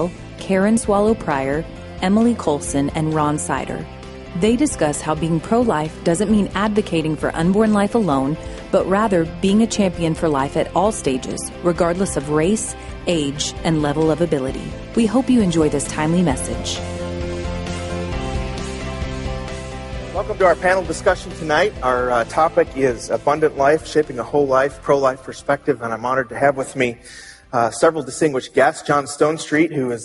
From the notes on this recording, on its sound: At the 2016 Evangelicals for Life conference